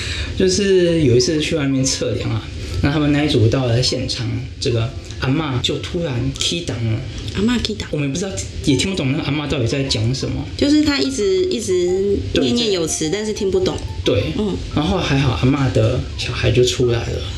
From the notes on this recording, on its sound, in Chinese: 本集錄製時遇到午後雷陣雨。背景不時有打雷聲。